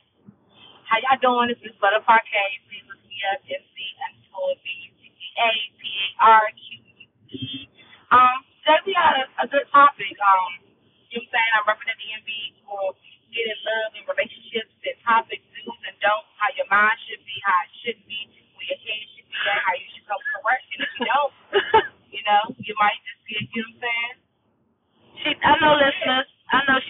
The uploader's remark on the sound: Apologies for the sound, we were on 295 recording this and the Bluetooth picked up.